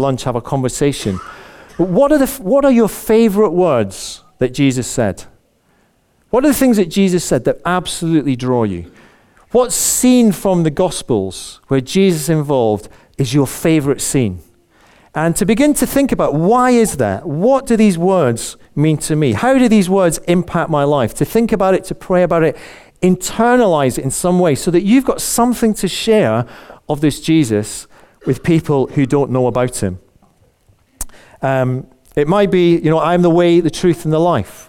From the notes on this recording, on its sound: Recorded on 17th January at our Moseley gathering